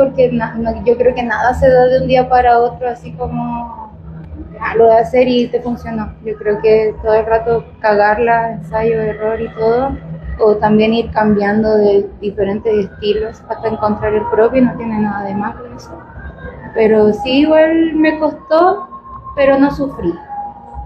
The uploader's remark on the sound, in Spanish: en el Festival Rayón 2023 desde House Of Vans CDMX